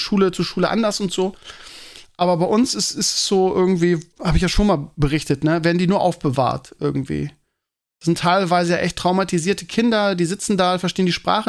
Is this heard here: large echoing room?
no